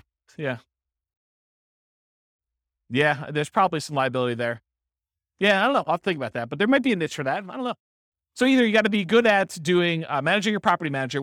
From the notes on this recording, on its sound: This was a live class recorded